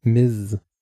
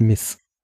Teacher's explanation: Und alle anderen, und das ist auch die, ähm, die äh, formelle Anrede, benutzt man dieses MS und es spricht sich, so wie ich es in Erinnerung hatte, mit einem stimmhaften S am Ende · Shown in: first take